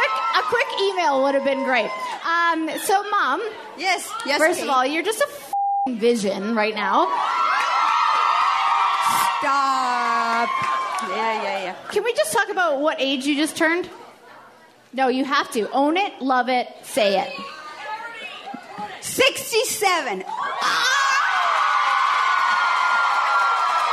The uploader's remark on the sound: Phoenix Live Show. Comes to us live from Phoenix this week.